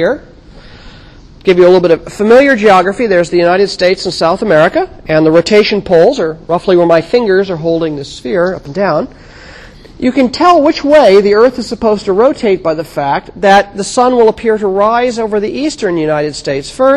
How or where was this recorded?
large echoing room